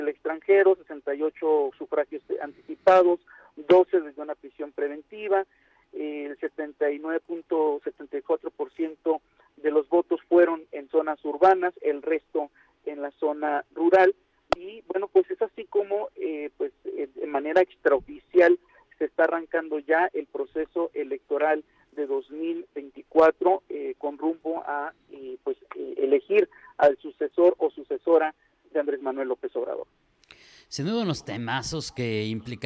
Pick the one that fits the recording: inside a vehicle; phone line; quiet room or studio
phone line